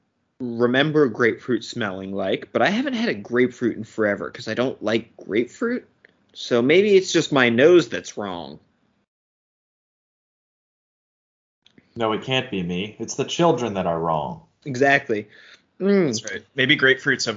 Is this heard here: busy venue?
no